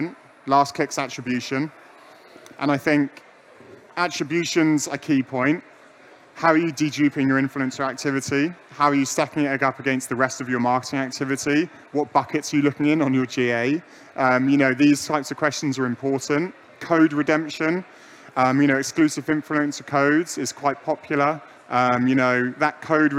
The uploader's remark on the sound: LIVE from the Tipser pyramid stage at PI LIVE London 2021